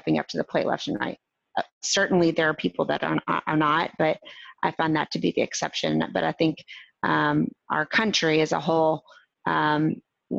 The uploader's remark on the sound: Recorded Webinar